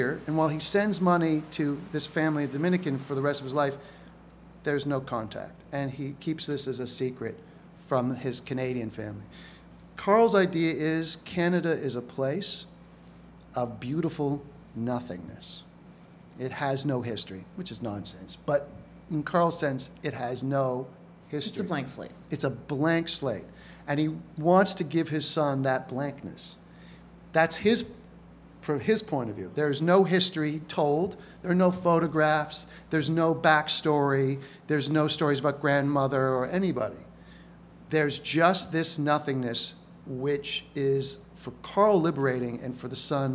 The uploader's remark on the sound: Recorded live May 7th, 2017 at the Prairie Theatre Exchange in Winnipeg.